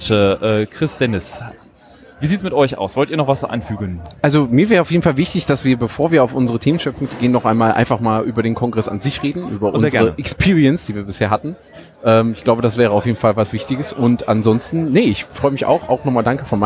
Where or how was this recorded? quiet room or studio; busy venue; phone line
busy venue